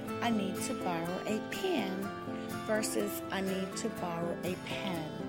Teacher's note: In the South, pin is interchangeable with pen, so you may hear someone say, I need to borrow a pen versus I need to borrow a pen.